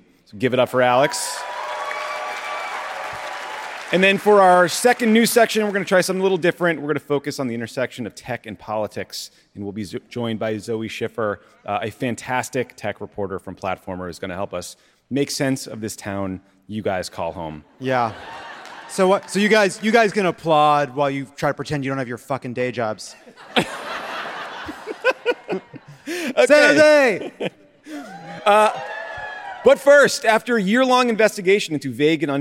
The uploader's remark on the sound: Live from San Jose!